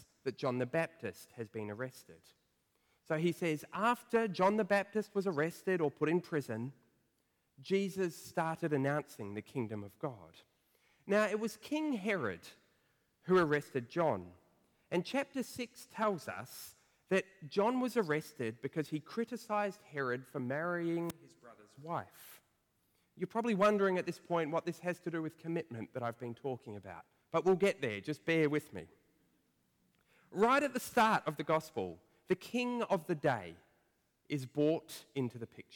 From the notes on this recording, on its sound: preached at First Church of Otago